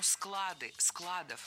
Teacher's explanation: Слово «склад» в значении «место для хранения» с неподвижным ударением на основе.